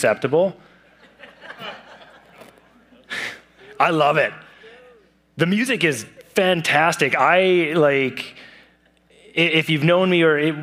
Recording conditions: large echoing room